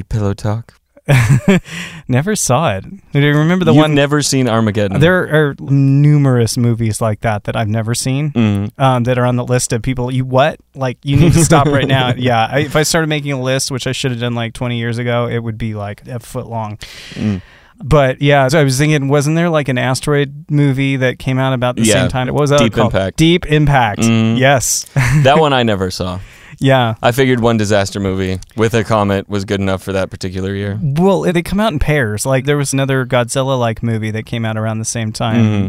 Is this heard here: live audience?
no